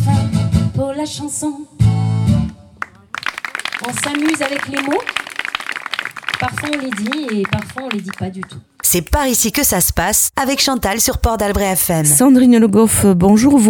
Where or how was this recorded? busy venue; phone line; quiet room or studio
busy venue